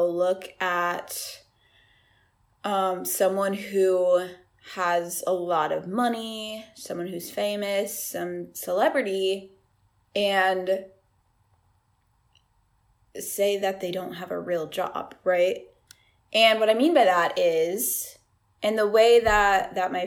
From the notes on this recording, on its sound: This clip was taken from an Instagram live video